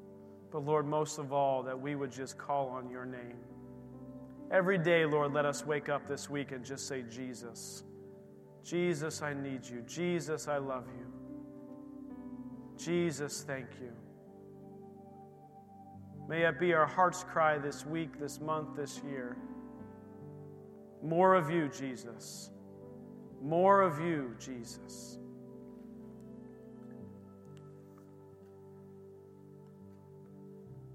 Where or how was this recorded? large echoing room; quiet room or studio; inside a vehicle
large echoing room